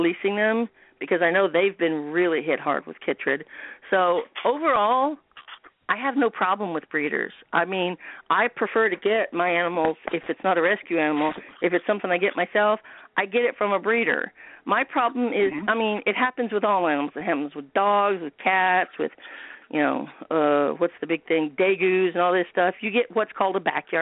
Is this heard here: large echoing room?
no